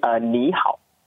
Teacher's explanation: the particular word of ni is actually in third tone, and hao is in third tone